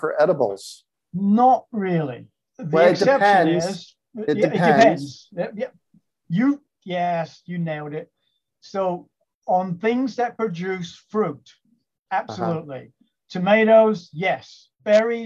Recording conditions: video call